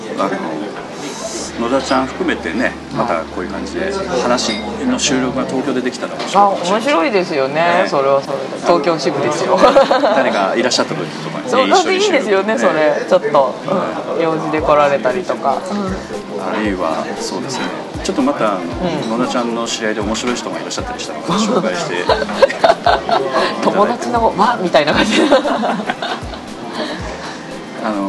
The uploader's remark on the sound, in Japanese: 今回も東京の某所で収録しております。都内の某喫茶店での収録ですので、音声につきましては、雑音、多少お許しいただければと思います。